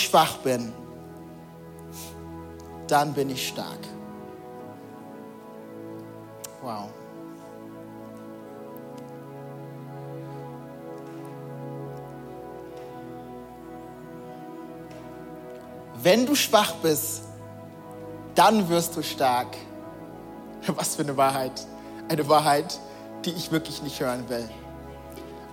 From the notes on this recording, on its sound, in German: Audiomitschnitt der Predigt